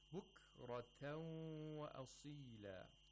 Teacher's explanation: We have idgham of nun sakina in this phrase. The tanween merges into the waw, and you also have ghunnah. So we have tashdeed of waw and.